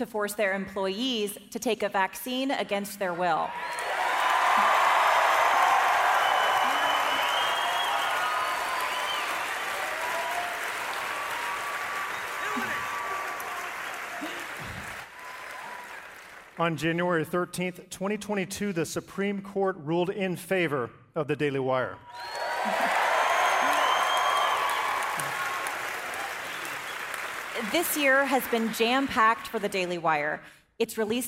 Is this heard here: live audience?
yes